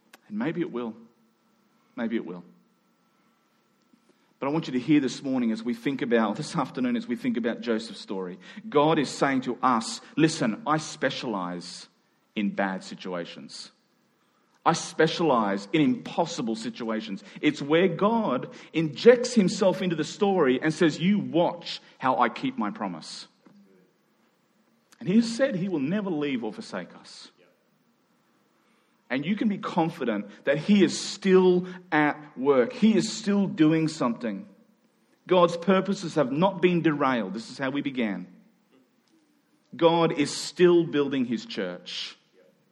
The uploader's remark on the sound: Following the national health advice, we met in two small gatherings; this recording was made in our second service during the afternoon.